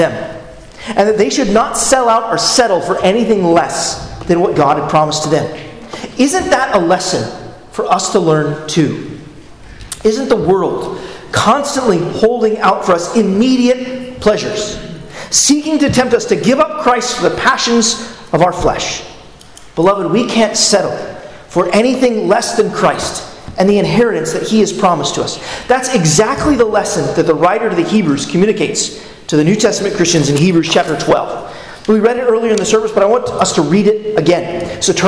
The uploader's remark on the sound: at Arlington Baptist Church in Arlington, Virginia